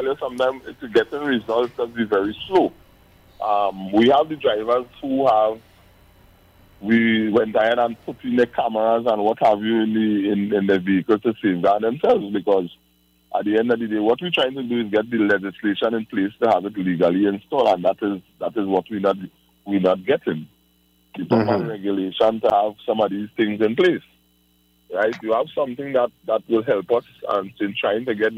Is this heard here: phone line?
yes